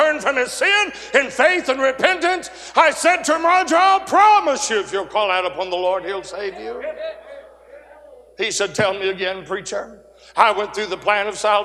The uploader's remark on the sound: 2023 Spring Jubilee. A sermon preached Tuesday Morning during our Spring Jubilee, on March 28, 2023.